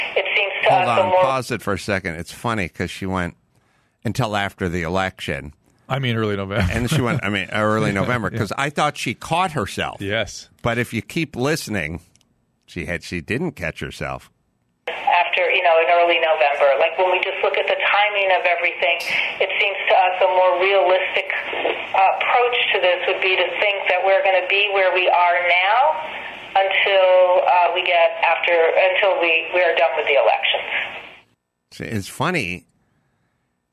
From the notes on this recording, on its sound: going straight to the phones and speaking with a variety of callers